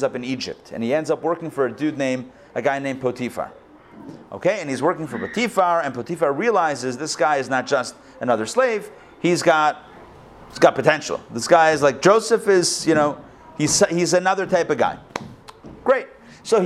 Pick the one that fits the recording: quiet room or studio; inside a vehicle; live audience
live audience